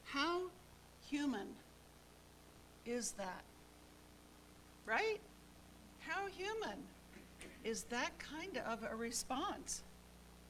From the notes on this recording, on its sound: Each weekly podcast episode is a live recording from our church in San Jose, California.